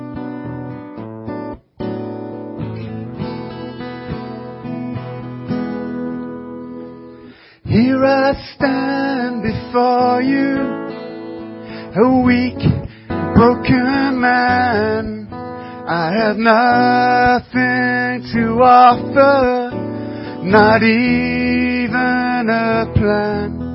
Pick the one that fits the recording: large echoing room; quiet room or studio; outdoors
large echoing room